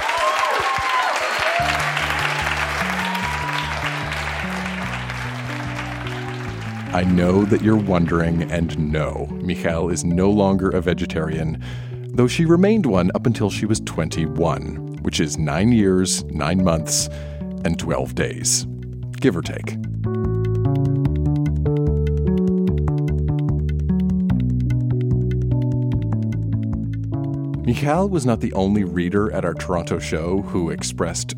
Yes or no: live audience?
yes